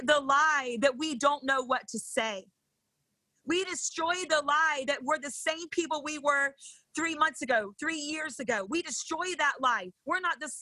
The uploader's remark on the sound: This podcast is from a series of weekly Brave Love Bible studies. Held over zoom.